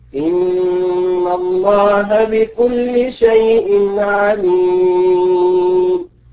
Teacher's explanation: الوجه الثاني السكت، وهو السكت على آخر سورة الأنفال بدون تنفس